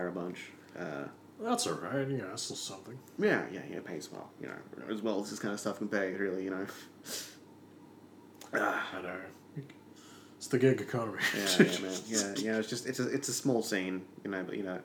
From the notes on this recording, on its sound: Excuse the constant ceiling fan and water bottle noises. It was a hot day when we recorded this.